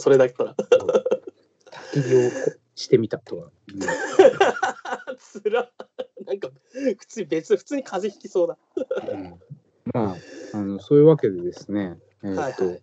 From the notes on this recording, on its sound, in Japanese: 今回はCOVID-19流行に対応して「リモート録音」をしました。